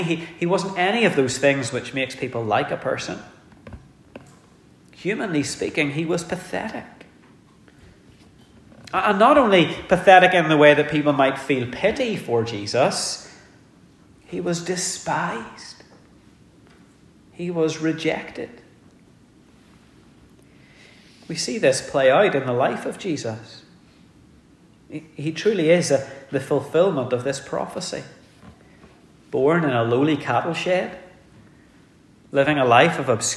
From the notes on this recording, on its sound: The sermon was preached in our communion service